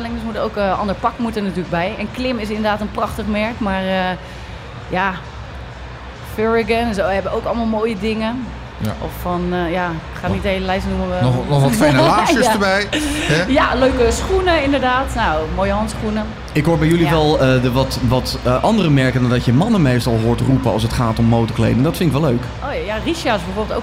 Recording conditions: busy venue